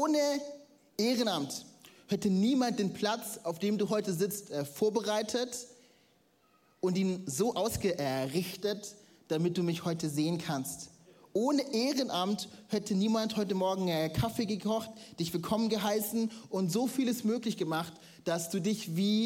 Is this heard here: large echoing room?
yes